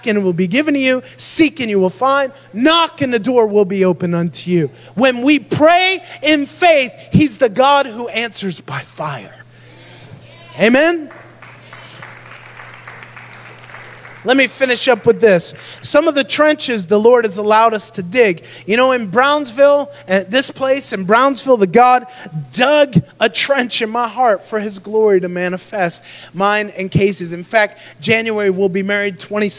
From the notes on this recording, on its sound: Recorded live in Dagsboro Church of God, Dagsboro, Delaware, United States of America.